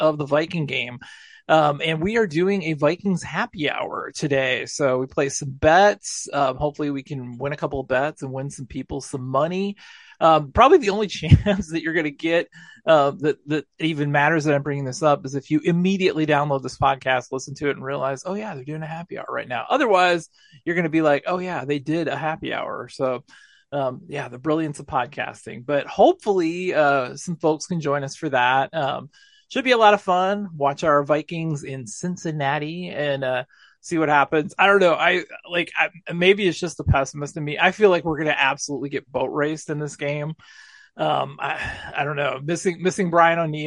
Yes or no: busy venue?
no